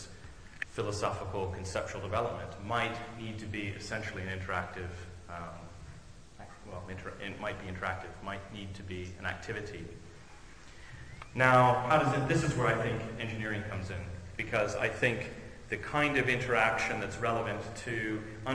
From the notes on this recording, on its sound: On July 11th, 2007, I gave an invited lecture. I gave an invited lecture as part of a Royal Academy of Engineering seminar entitled: "AI and IT: Where Philosophy and Engineering Meet", itself a part of their Philosophy of Engineering series.